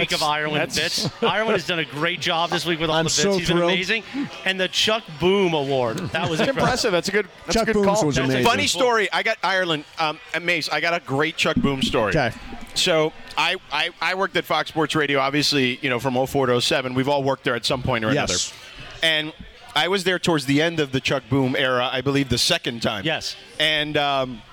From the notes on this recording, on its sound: LIVE from Yaamava Resort & Casino